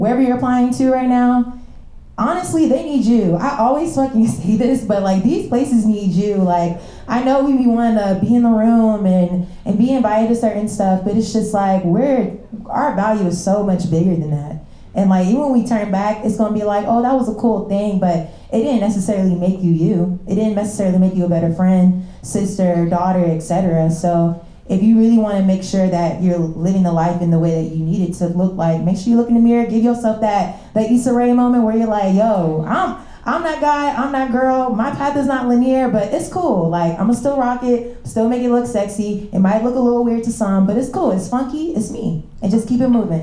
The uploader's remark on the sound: NYC LIVE SHOW